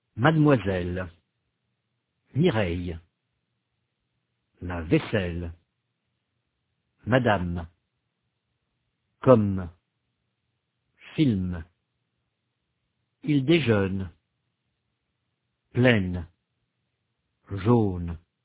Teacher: les consonnes finales françaises sont suivies d'une détente · Term: détente des consonnes